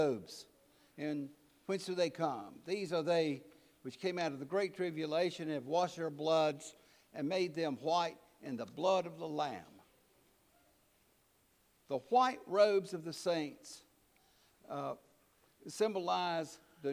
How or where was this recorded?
large echoing room